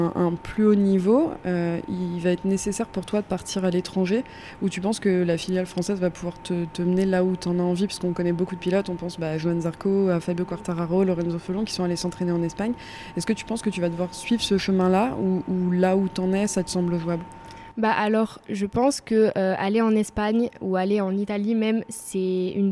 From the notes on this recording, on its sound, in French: enregistré au circuit de Magny-cours lors de la manche du WSBK